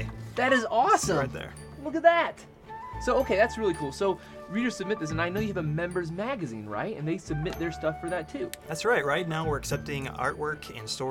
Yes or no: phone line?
no